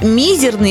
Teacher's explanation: Да, оба ударения верны. Однако словарь русского словесного ударения Зарвы рекомендует произносить прилагательное только с ударением на «и». Поэтому произносить «мизерный» все же более правильно.